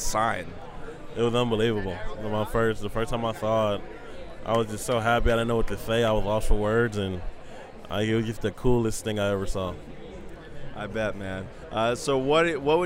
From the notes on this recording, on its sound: Sunny San Diego for ASG and Comic Con. Interviews at the Topps booth at All-Star FanFest.